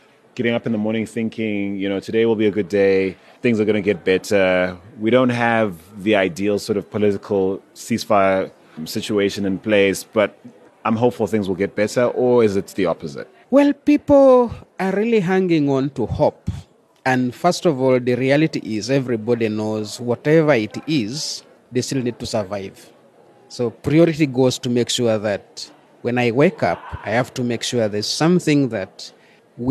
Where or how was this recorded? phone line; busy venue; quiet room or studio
busy venue